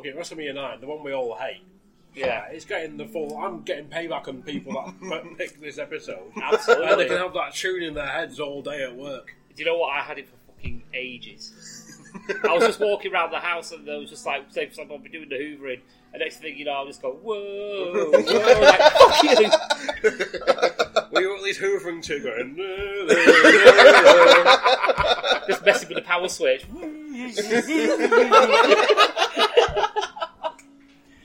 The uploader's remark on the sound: Live as we gather round the microphone down at the Foxhall pub in Blackpool, England.